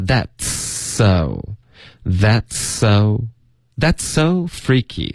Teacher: 然后 that's 跟 so 就连发， that's sofreaky，那 freaky 就没有变化了。 Oh my god